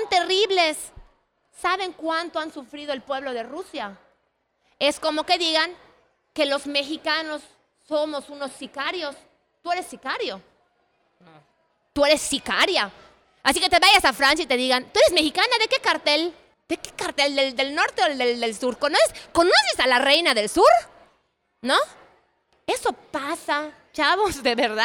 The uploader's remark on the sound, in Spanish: fue en la Feria Internacional del Libro de Yucatán (FILEY) y con una audiencia maravillosa.